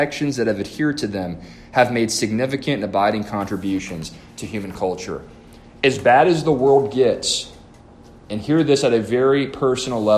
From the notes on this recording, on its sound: A lesson delivered to the Adult Sunday School class at First Baptist Church-Inez